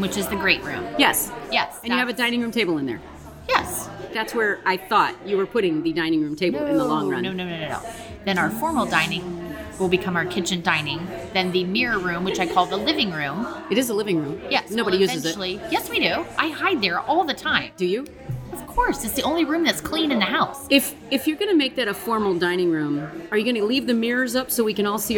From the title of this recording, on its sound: Live from a Coffee Shop